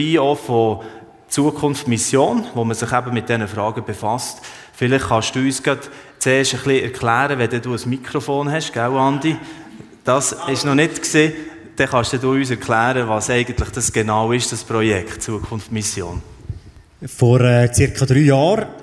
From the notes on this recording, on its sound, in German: Der am Livenet-Jahresfest in der ETG Bern aufgezeichnet wurde. In diesem Talk, der am Livenet-Jahresfest in der ETG Bern aufgezeichnet wurde.